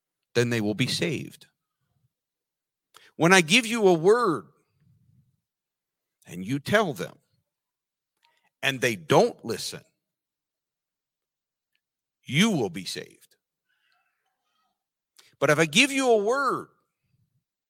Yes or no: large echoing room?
yes